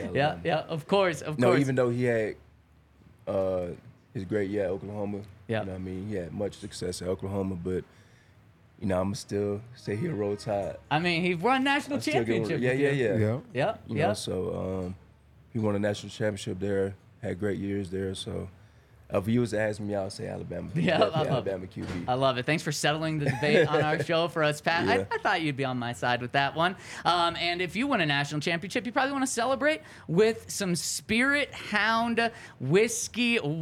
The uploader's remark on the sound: coming to you LIVE from the DNVR Bar